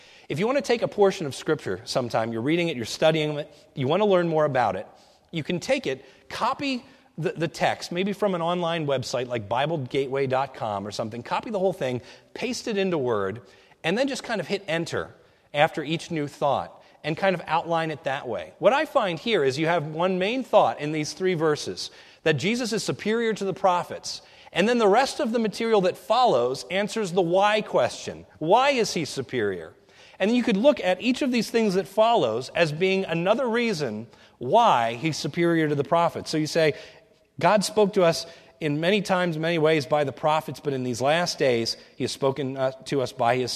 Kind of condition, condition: setting, large echoing room